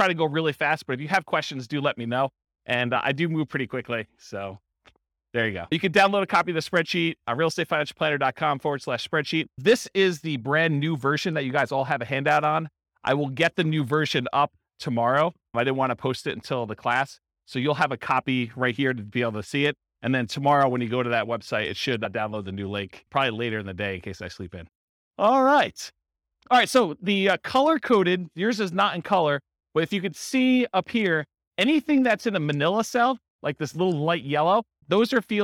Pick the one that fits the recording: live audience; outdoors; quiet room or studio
live audience